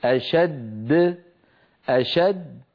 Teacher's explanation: تقلقلت الدال الثانية، أما الأولى فبقيت على حالها